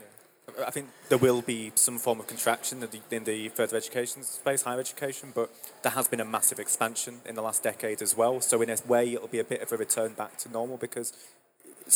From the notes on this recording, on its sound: This episode was largely recorded at the recent Digifest event run by Jisc.